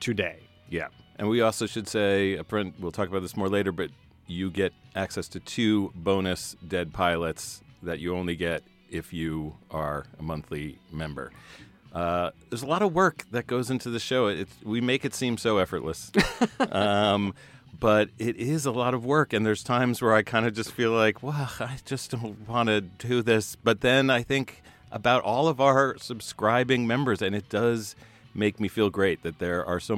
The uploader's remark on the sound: This month's episode was recorded live at SF Sketchfest 2019.